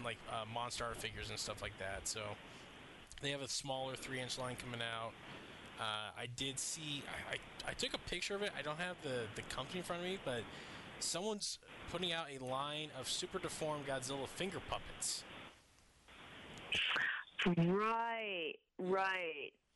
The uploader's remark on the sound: Tries out his new recording equipment to mixed results.